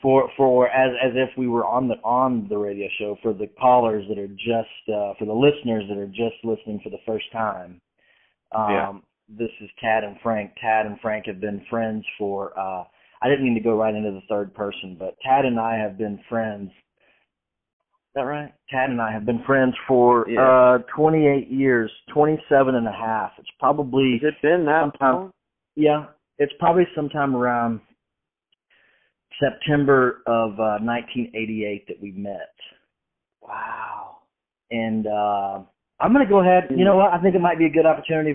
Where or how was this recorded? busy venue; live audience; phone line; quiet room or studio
phone line